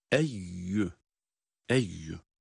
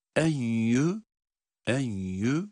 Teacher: Eyyüha derken genizden eyyü kısmını, hecelerini okurken eyyü genizden ses getirmeyeceğiz. Direkt ya harfinin sesiyle okuyoruz. · Shown in: first take